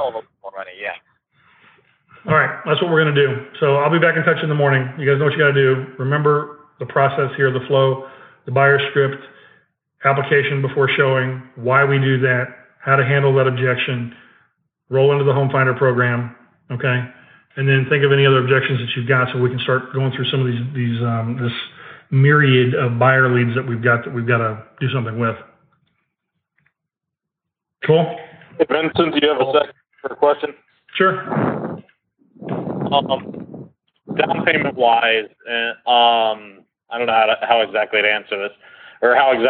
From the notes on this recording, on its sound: Live Call. Listen in live to a Joint Venture Partner Mastermind Call.